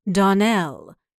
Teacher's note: the correct pronunciation of our name is Donnell. Accent on the last syllable.